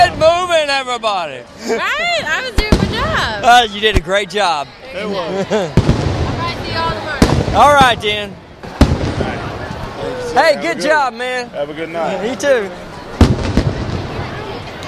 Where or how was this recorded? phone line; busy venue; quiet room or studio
busy venue